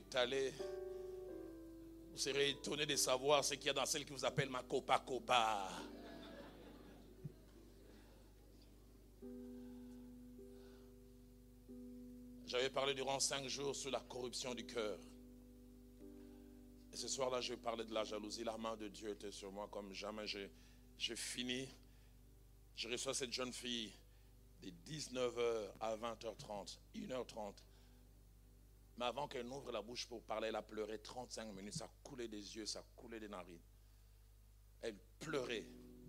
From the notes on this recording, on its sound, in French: Deuxième (soir) jour de notre conférence Metanoia 2022